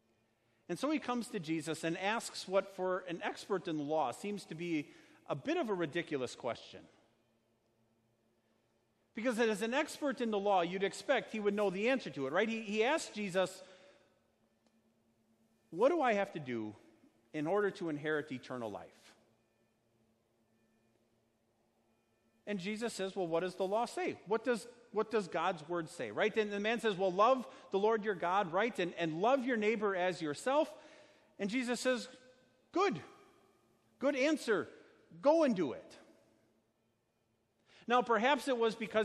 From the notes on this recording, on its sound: Sermon preached at Our Savior Lutheran Church in Birmingham, AL, on Sunday, July 21st, 2019.